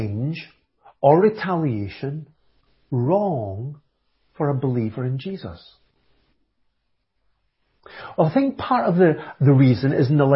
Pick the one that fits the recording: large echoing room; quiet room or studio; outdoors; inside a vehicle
large echoing room